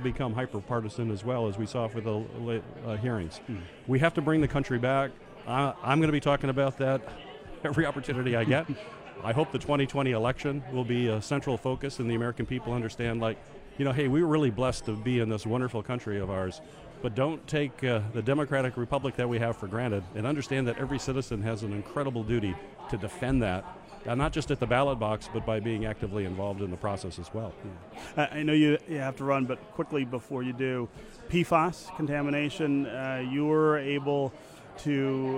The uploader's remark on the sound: At the annual policy conference. 2019 Mackinac Policy Conference.